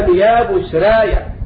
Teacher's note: وأما ورش من طريق الأزرق فله التقليل قولا واحدا